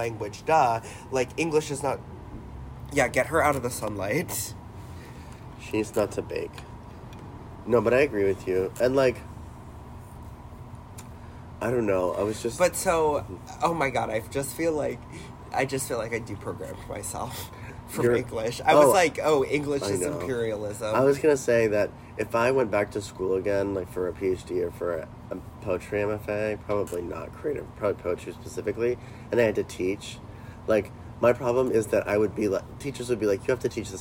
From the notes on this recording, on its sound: don't come at us about the sniffling